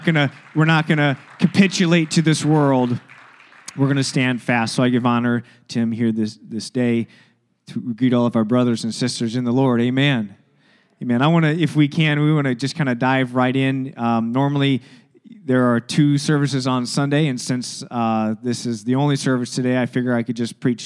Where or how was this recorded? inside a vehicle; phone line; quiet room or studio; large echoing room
large echoing room